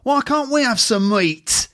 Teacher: But he sort of spits when he says T.